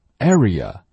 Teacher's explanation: 实际上我们注意到没有字母 r 出现，所以我们这里不会卷舌